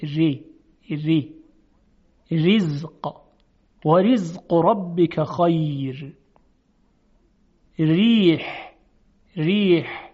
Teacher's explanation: حرف را چون کسره داره ترقیق میشه، نازک و ظریف ادا میشه